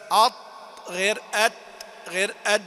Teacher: الطاء والدال والتاء الثلاثة تخرج من مخرج واحد